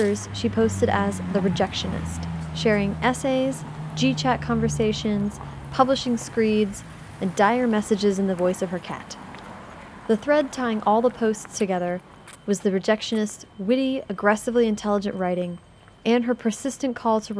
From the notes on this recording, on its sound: this interview has significant background noise